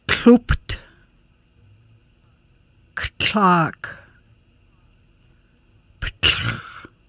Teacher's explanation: The TL sound is made with the tongue touching the back of teeth and forming a groove, allowing air outsides of tongue, and made with a hissing, hushing sound, combination of T and L sounds.